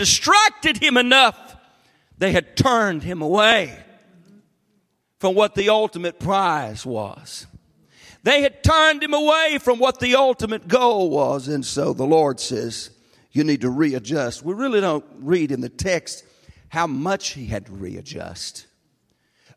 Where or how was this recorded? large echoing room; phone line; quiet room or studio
large echoing room